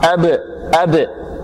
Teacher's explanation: الباء تخرج من الشفتين هنا يضطرب المخرج · Term: القلقلة